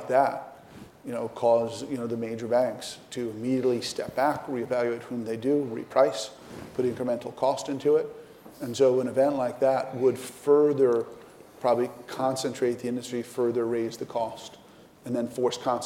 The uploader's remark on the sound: We brought together a panel of leading thinkers and executives from across the sector. In front of a live audience in New York City. This inaugural Live HC Insider Podcast event was hosted by HC Group and Brown Brothers Harriman.